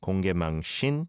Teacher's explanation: It's not a sin sound, but a shin. When the shiot and the e vowel sound come together, it almost changes the shiot to a sh sound